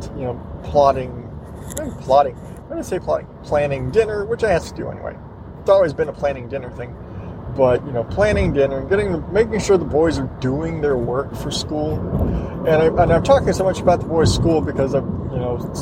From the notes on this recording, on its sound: I'm driving home from work